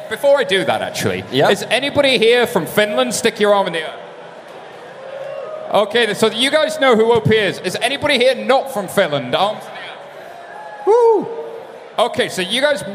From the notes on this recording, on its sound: This week's very special show was recorded live at a beach party in Helsinki (no, really), hosted by Finnish bank, OP.